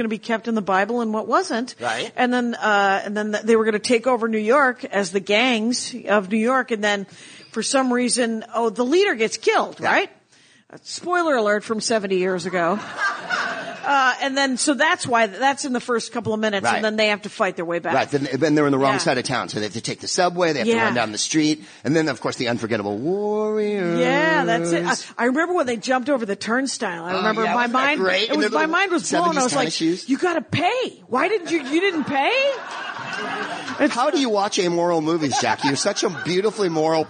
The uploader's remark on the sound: in front of an amazing crowd